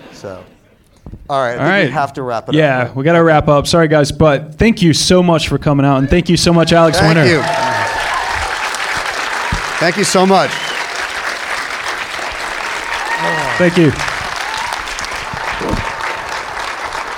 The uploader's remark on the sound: Joined us live for a special IN CONVERSATION event at The Prince Charles Cinema. Joined us live for a special IN CONVERSATION event at The Prince Charles Cinema.